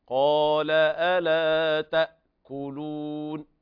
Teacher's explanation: انتبه للهمزة ساكنة لا تقلقل، الهمزة ليس فيها قلقلة